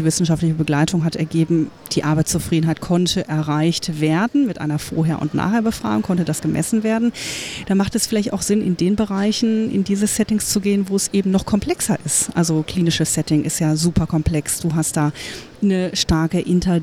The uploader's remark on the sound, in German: SPEZIAL Live vom Deutschen Pflegetag (Tag 2).